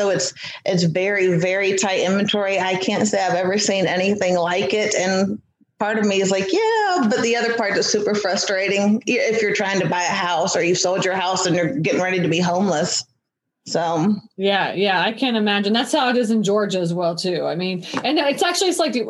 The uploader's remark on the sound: this is a Zoom interview & the quality is okay